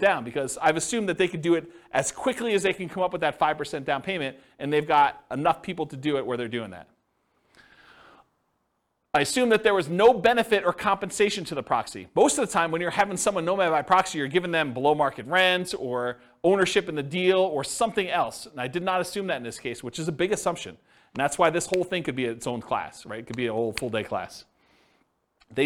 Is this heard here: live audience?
yes